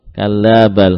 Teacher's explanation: Dalam hal ini Hafs membaca lam dengan idhar